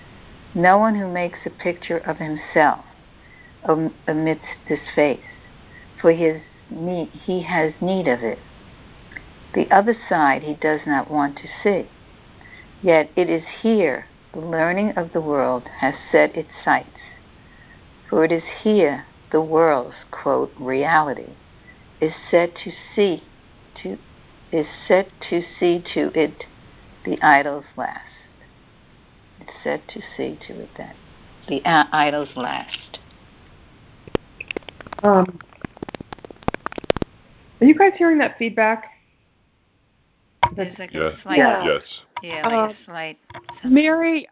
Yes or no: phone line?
yes